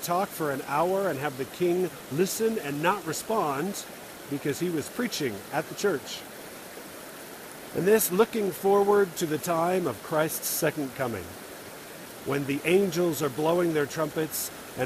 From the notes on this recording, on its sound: This is recorded while sitting on a tree over a stream, and there's a lot of water noise in the background. It might not make great audio, but it was a fun place to record.